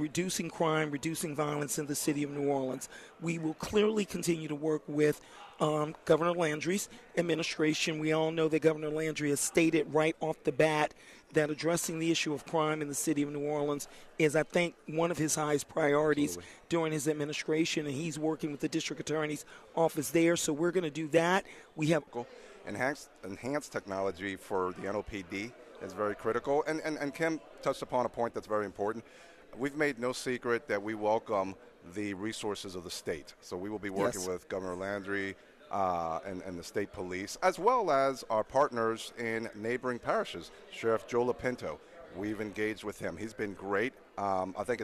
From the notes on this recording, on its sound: Is broadcasting LIVE from GNO’s Inc.’s Annual Luncheon at the Hyatt Regency New Orleans.